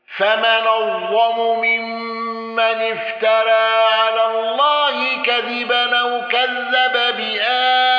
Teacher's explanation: الأزرق بتوسط البدل وتوسط ومد العارض